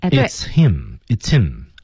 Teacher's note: H 在单词这个开头的时候啊，一旦碰上连读字母 H 就不发音了，不发音了。 It's him.